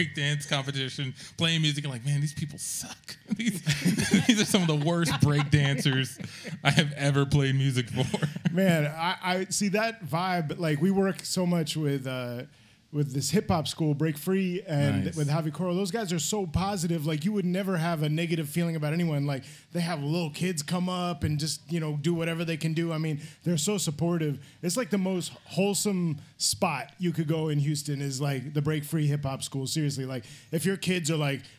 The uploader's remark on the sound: Can't Tell Us Nothing performs at Mockingbird ¡Recorded Live! Podcast Fest at Rudyardz in Houston, Tx.